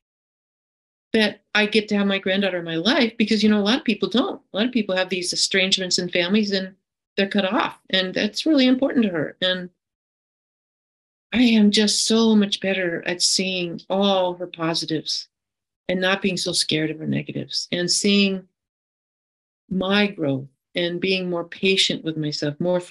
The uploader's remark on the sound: Friday Online Meeting. This recording is from an Overeater Anonymous H.O.W.